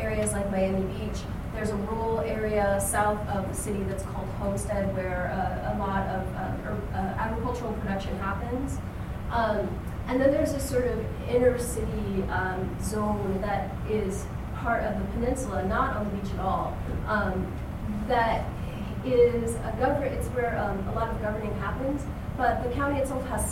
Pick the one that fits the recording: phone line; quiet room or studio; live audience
live audience